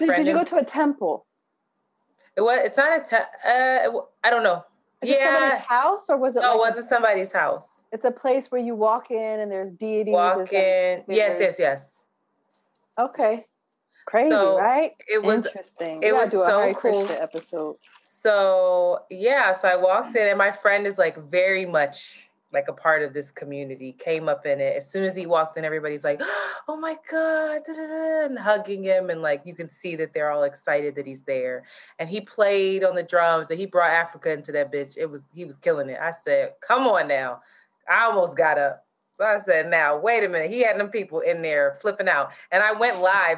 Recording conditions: video call